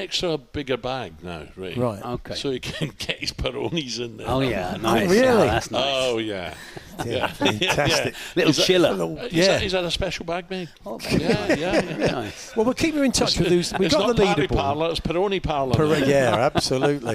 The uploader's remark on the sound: Live from The Centurion Club in Hertfordshire